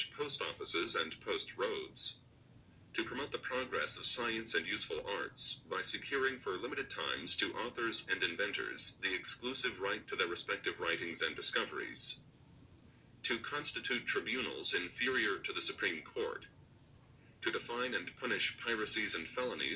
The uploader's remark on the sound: I am sorry for the sound quality, first episode I guess.